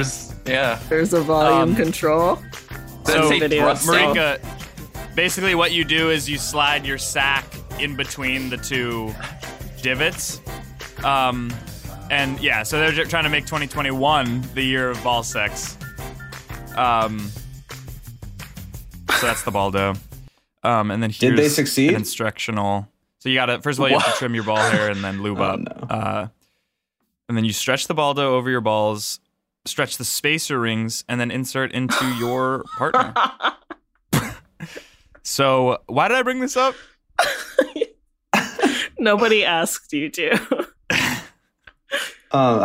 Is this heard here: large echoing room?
no